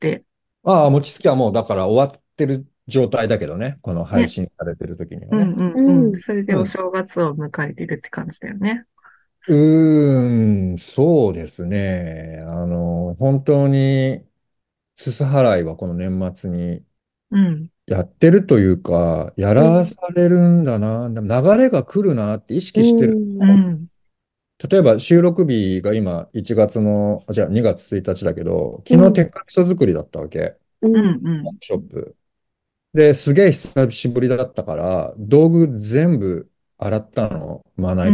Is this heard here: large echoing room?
no